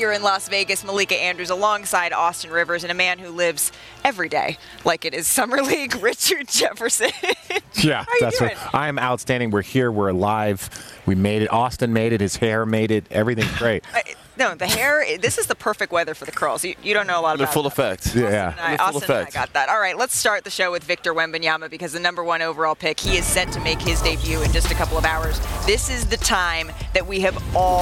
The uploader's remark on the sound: Live from Vegas Summer League